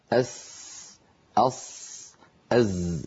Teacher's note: هذه الحدة والارتفاع للصوت يسميه العلماء الصفير